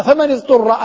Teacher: الهمزة التي بعد النون همزة وصل لا تنطق أصلا، فنأتي للحرف الضاد وهو ساكن اضطر في الأصل، فلما كان ساكنا في الأصل التقاء الساكنين يفرض علينا أن نكسر أحدهما، لأن الكسر أقرب إلى السكون حتى لا يكون هناك خلاف في نطق اللغة، لأن العرب كما قلت لا توالي بين ساكنين.